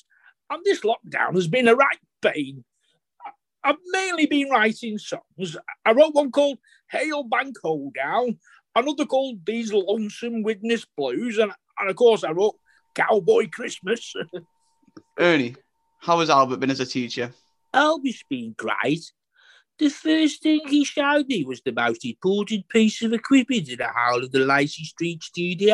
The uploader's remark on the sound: This Episode was recorded online on Zoom